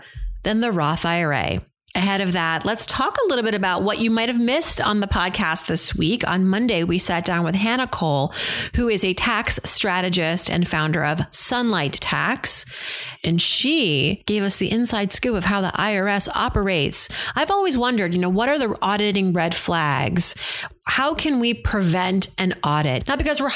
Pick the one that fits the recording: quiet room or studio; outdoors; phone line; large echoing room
quiet room or studio